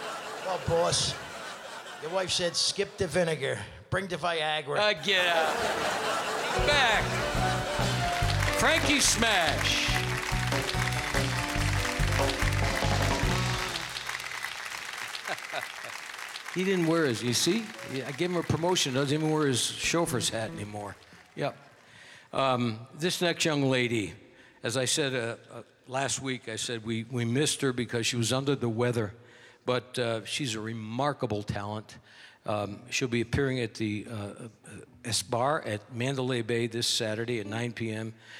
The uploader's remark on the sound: Live at the South Point Casino